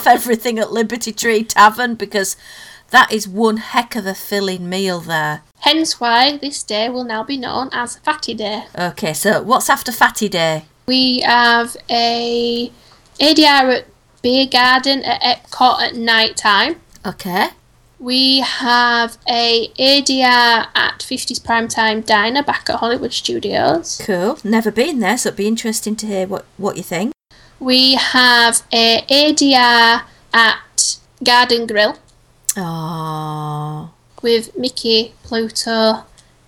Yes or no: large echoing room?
no